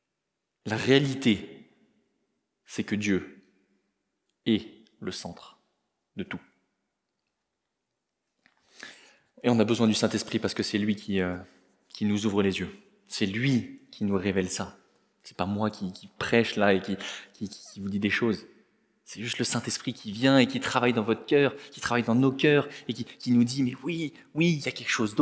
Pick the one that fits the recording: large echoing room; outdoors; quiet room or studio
large echoing room